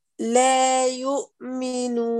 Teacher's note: شد الهمزة، أحكم إغلاق الوتران الصوتيان. لا يؤمنون. يو يو يو يو أتم الضم.